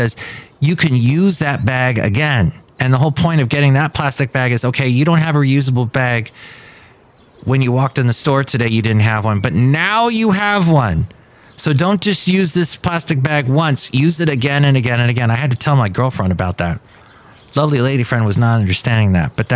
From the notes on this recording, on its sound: He podcasts live from Café Anyway.